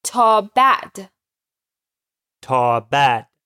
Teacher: this is different than the word for bad because it has a pause in the middle